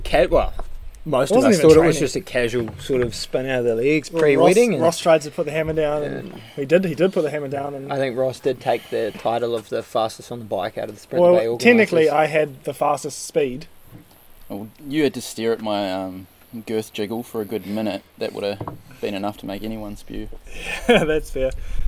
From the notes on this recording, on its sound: We apologise for the poor audio quality, we recorded with only 1 mic outside